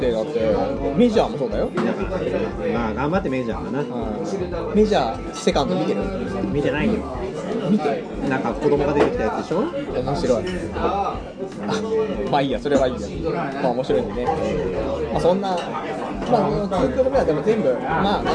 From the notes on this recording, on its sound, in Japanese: 居酒屋で収録している